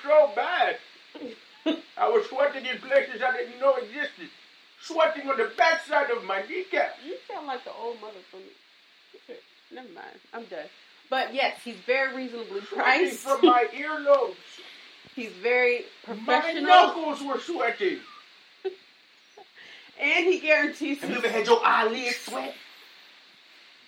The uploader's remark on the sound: Rough Audio from our Live Sessions